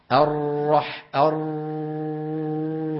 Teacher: الراء كما تعلمون وكما سيأتي معنا حرف بين الرخو والشديد، ففيها جريان للصوت جزئي